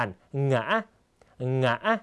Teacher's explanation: เสียงสูงขึ้นแล้วก็กักเสียงที่ตรงกลางนะครับคล้ายกับการออกเสียง2จังหวะนะครับ